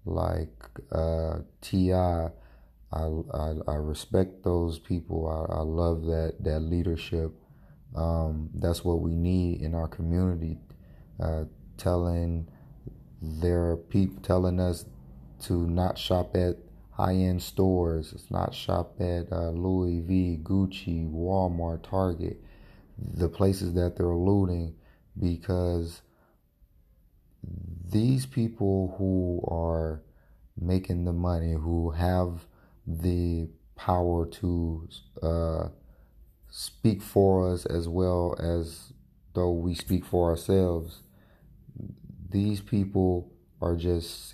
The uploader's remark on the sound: Had to record on my phone for this one along with allergies what a day.